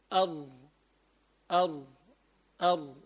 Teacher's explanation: ثم طرف اللسان مما يقارب مخرج النون ولكنه أدخل إلى ظهر اللسان قليلا لانحرافه إلى اللام وهو مخرج الراء. يعني الراء كمان هي مخرجها طرف اللسان وقريب من مخرج النون ولكن ينحرف، يعني بسموه من الحروف المنحرفة، ينحرف لوان، ينحرف إلى اللام، فهو بين النون واللام.